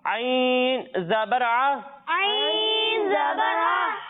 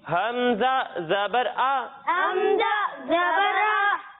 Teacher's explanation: जब हम आइन को पढ़ेंगे तो इसकी आवाज हलक के दरमियाने हिस्से से आएगी, और जब हम हमजा को पढ़ेंगे तो इसकी आवाज हलक के निचले हिस्से से आएगी